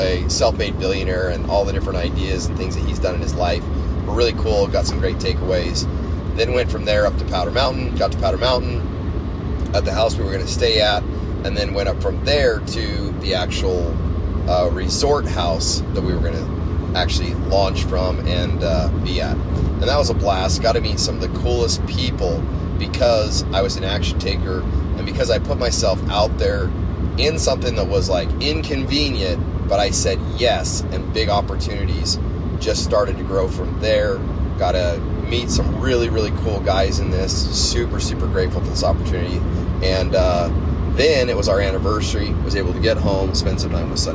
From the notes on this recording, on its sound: Saxophone playing schenanigans. Hence the background noise....